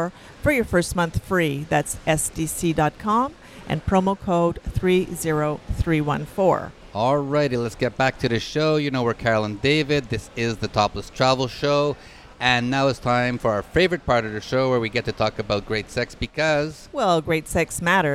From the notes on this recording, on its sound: Join us on location at Hedonism II Resort